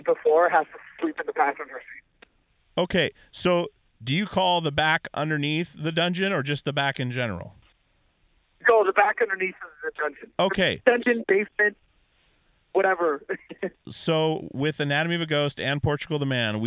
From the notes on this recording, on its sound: Joins me from the deep Dungeon below the bunk in the van on tour driving through Virginia.